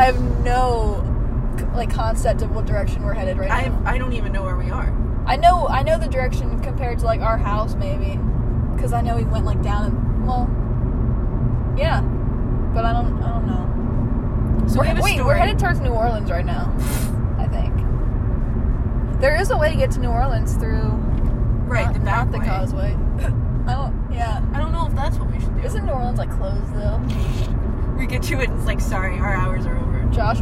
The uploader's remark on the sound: We talk about memories and go on random tangents while driving out of town until we’re lost.